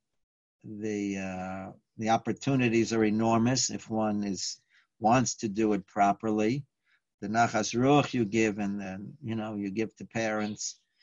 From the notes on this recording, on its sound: Live On Zoom.